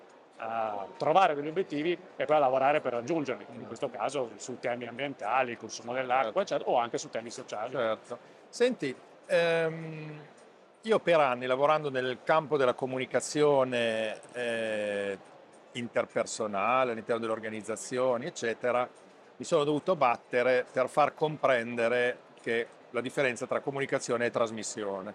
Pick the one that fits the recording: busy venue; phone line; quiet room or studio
busy venue